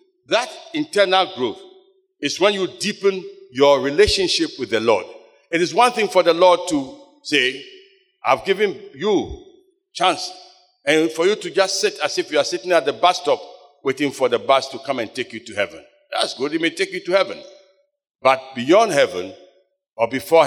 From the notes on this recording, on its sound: Sermon preached at CBC Shiashie Campus